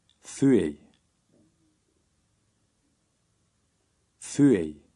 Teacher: Note that the beginning of the word is stressed.